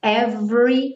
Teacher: Every, como se fosse do V direto para o R.